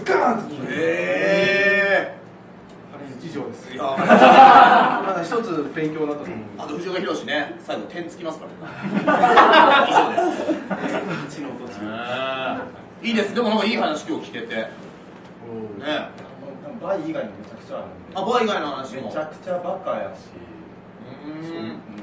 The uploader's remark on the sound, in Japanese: 公開収録